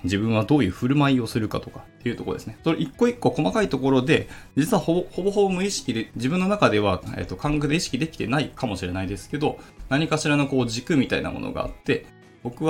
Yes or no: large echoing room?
no